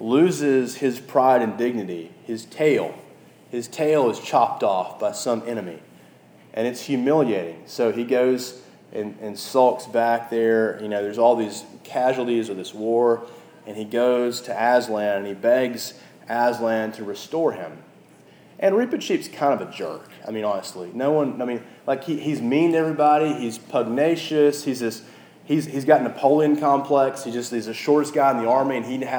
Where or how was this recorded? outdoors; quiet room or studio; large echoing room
large echoing room